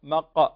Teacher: قلقلة صغرى لأنها وسط الكلمة، عندنا القاف هنا في مقعد، تسمعون الصوت مقعد، هذه القلقلة، فتقلقل الحرف قلقلة صغرى.